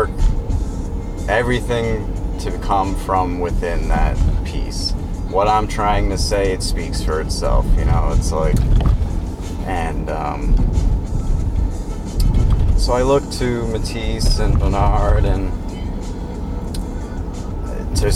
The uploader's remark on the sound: It's really nice out so I take the show on the road, driving up the North Shore of Massachusetts.